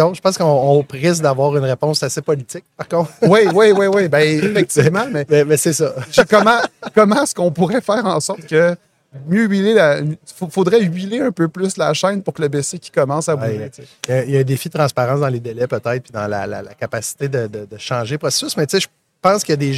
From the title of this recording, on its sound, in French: en direct de Stratégies PME